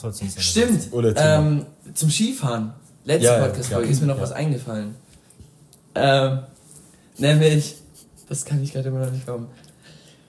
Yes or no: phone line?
no